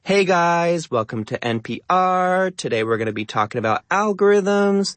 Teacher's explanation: It has that up talk. It has the rising tone.